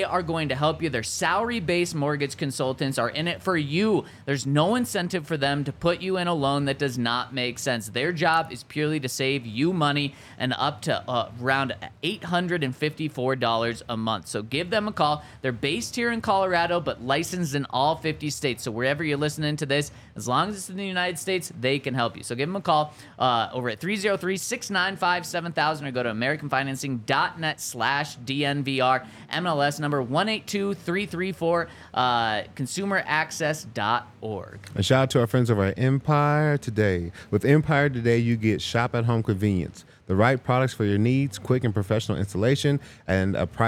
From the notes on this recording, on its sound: coming to you LIVE from the DNVR Bar